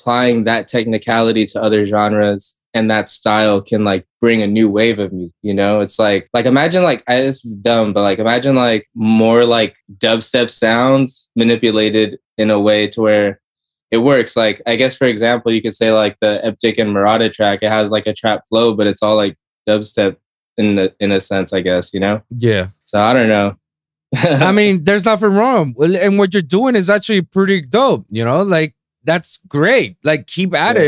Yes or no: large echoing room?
no